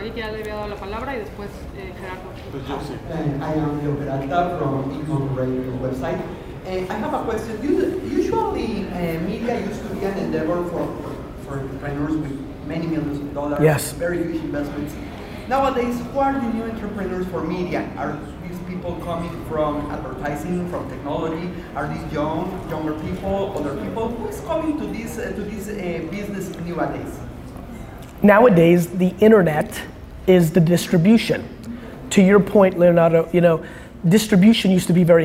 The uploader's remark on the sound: In this episode I share a Q&A from a press conference I did on my trip to Mexico.